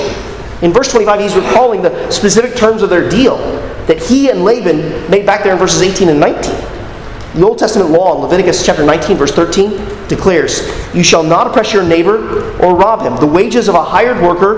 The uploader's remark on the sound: at Arlington Baptist Church in Arlington, Virginia.